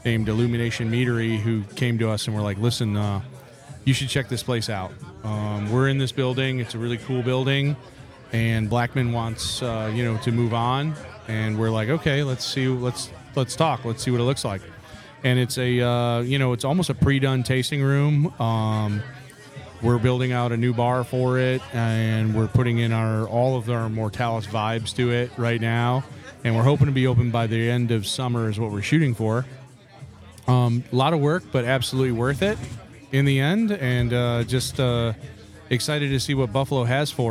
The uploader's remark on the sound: Stupid Questions at Luau 2023. For this episode we headed up to Rochester, NY for the Mortalis Brewing Company and Swiftwater Brewing Luau beer festival to record asking stupid questions at the brewer's party.